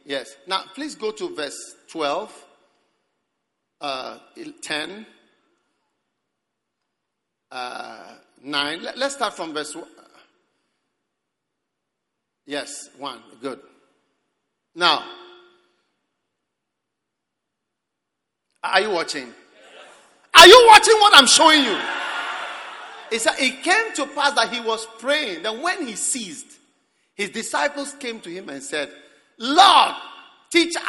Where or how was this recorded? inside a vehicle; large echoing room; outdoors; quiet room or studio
large echoing room